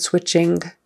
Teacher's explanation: some parts of the country, they pronounce the G on the end